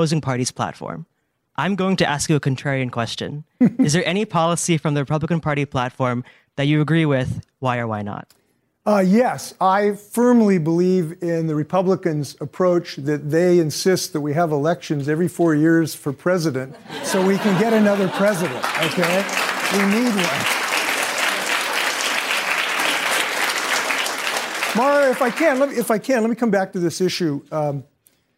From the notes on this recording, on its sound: During a live town hall. In Washington, D.C.